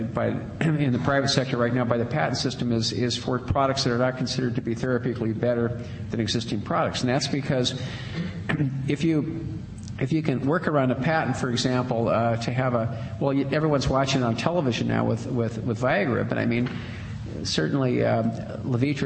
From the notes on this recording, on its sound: Princeton Colloquium on Public and International Affairs - Day Two - Dodds Auditorium 3:00 pm session.